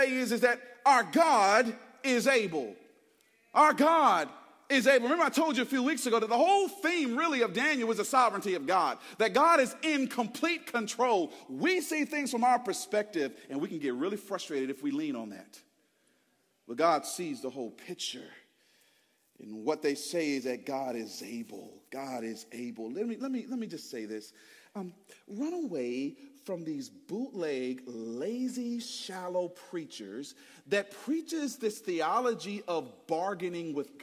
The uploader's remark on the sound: Preached Sunday January 21, 2024 at Woodside Bible Church, Pontiac Campus